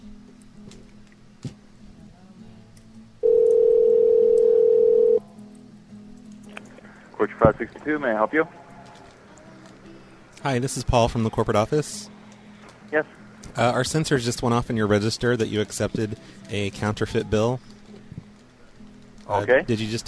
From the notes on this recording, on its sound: Prank Phone Calls Collection